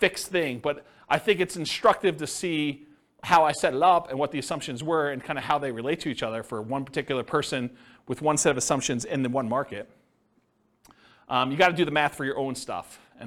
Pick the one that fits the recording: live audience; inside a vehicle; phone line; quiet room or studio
live audience